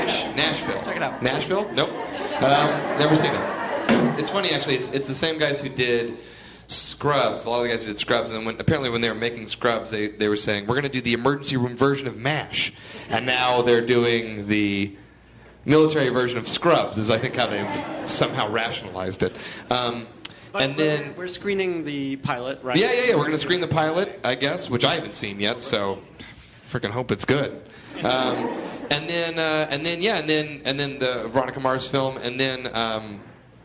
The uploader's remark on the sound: Live from ATX Television Festival. Recorded at the Stephen F.